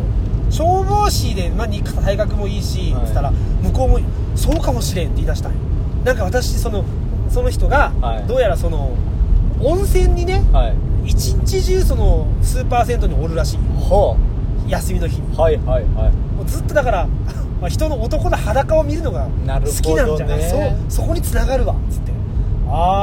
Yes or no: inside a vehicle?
yes